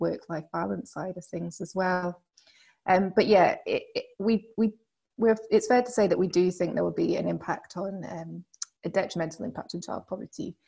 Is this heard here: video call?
yes